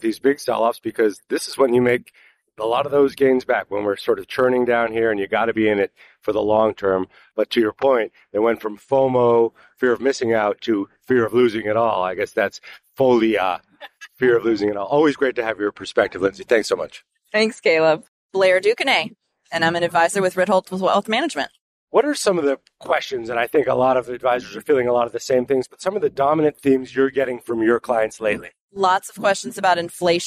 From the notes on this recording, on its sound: Live from Future Proof.